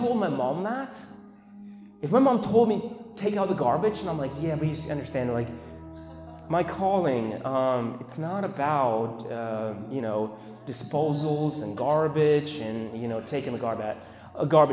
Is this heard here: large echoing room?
yes